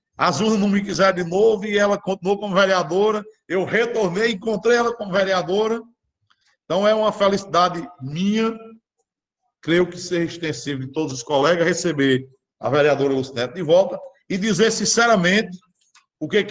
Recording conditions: video call